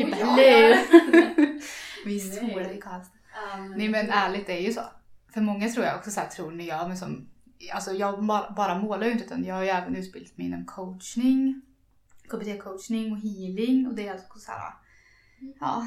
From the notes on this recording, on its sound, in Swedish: Vårt absolut första avsnitt, vi brottas med mickar och ljud vilket kanske inte blev den bästa kvalitén. På med headsetet.